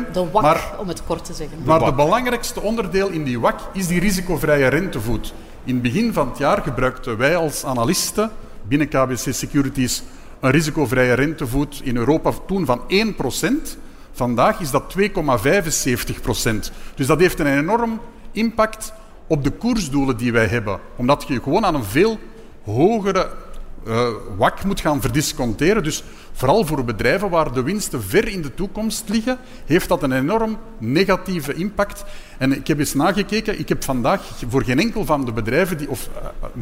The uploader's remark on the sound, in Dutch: De Beursvoyeurs waren live te bewonderen op Finance Avenue.